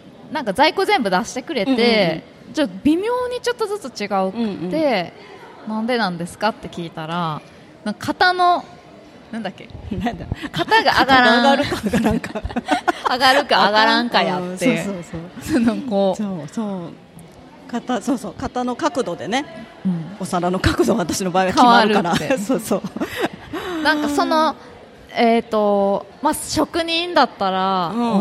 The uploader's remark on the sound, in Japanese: 楽しく公開収録。鳥取県倉吉市発。